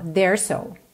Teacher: There's. Eu vou começar outra palavra com S, so. Eu junto tudo num S só. There's so.